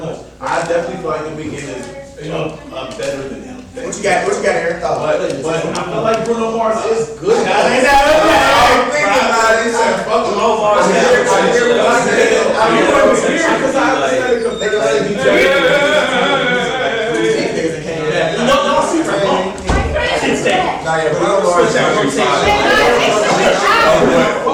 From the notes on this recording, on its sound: HUGE SPECIAL THANKS TO EVERYONE WHO CAME OUT FOR THIS EPISODE!!!